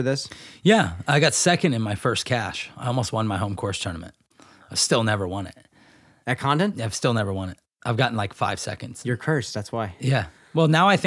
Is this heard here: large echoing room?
no